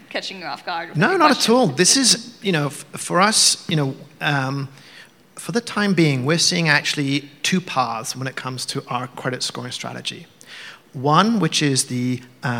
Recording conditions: live audience